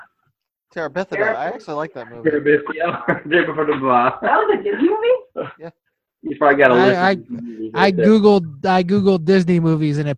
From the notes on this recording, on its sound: Out in the woods in the Wisconsin Dells and the Henplex Studio unavailable. With poor audio, signals cutting out, and no real agenda.